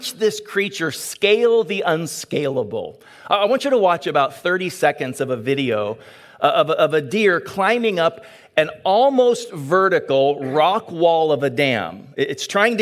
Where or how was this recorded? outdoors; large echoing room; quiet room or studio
large echoing room